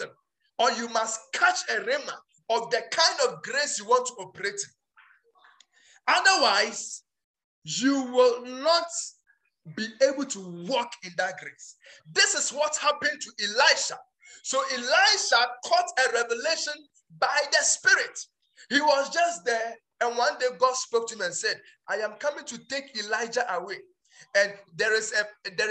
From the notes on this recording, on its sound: Preached at Healing Room Rhema Night Service